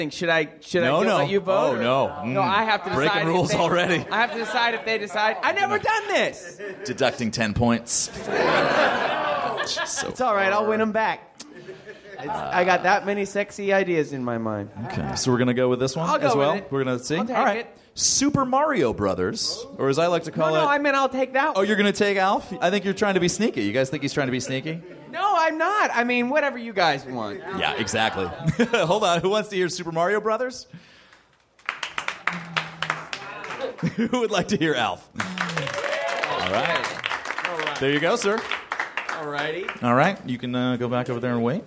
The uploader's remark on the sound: Recorded at Nerdmelt Theater, Oct 16 2013.